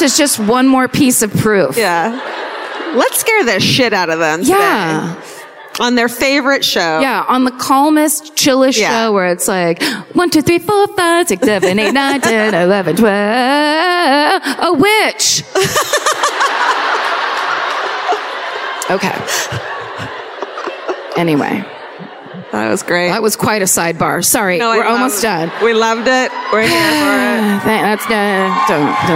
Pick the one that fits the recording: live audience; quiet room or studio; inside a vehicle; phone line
live audience